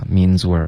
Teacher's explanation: means 的 z 跟 w 连发 means we're